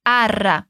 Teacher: a primeira parte da palavra é arra, com esse som dos dois R's bem forte